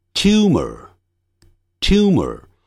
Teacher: 这个耳的卷舌音在英式发音通常不那么强的